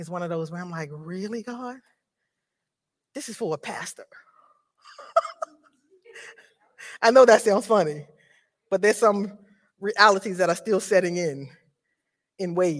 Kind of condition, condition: setting, large echoing room